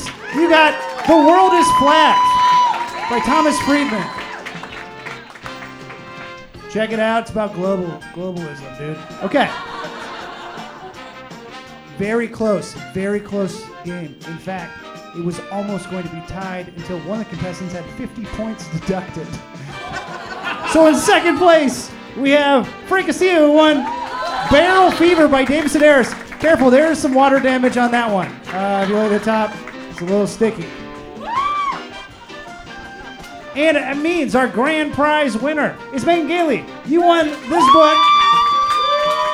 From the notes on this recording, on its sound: Recorded live at The Comedy Store in Los Angeles, CA.